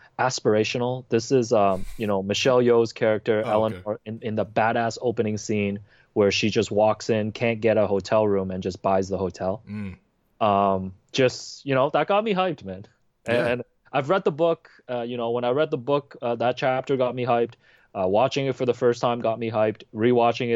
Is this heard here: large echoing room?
no